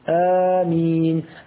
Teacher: أبدلنا الهمزة الثانية مدا من جنس حركة الهمزة التي قبلها، ولا يمد إلا حركتين · Term: مد همزة آمين